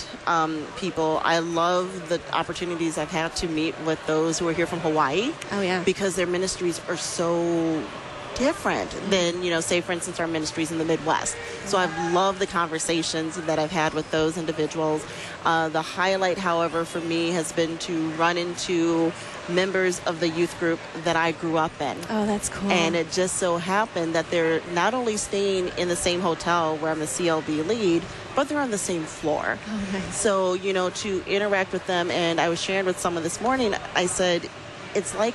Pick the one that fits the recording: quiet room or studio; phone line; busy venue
busy venue